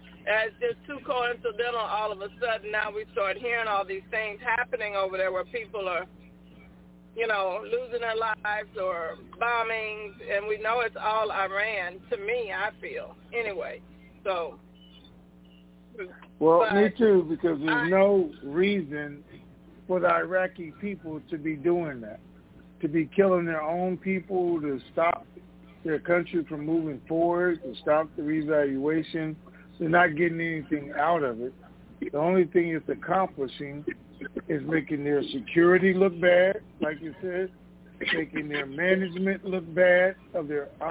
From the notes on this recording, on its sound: TNTSuperfantastic Conference Call - Wednesday, July 14, 2021